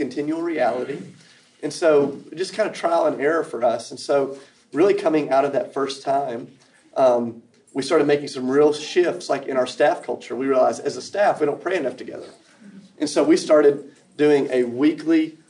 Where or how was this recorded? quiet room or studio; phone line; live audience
live audience